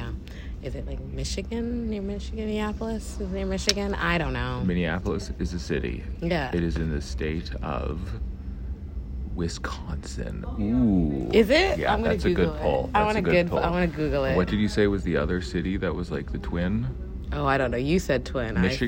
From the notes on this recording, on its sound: We recorded a short one huddled in a corner at Vancouver airport